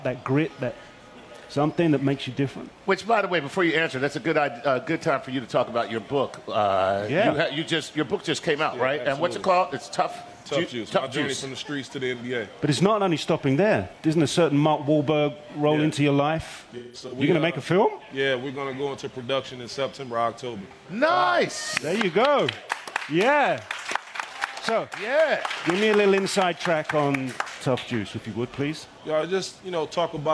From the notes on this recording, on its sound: Our Playing with Science TuneIn party at the SXSW festival